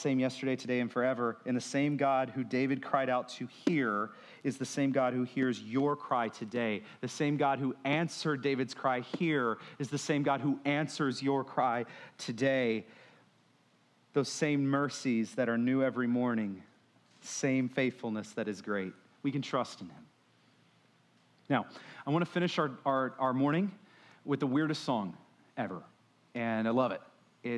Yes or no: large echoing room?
yes